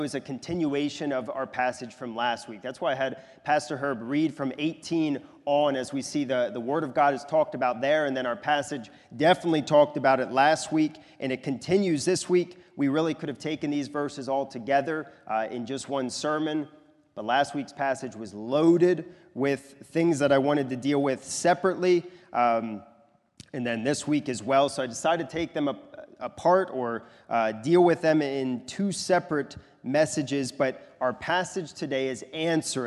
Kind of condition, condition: setting, large echoing room